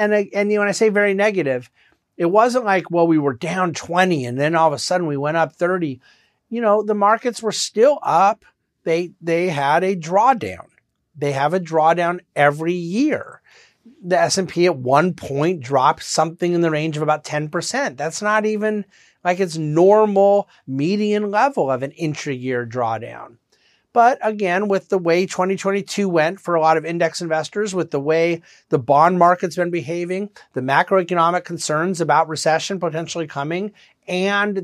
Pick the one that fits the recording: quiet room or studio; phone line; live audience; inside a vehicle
quiet room or studio